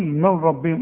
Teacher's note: نون ساكنة بعدها راء ادغام كامل، ها بدون غنة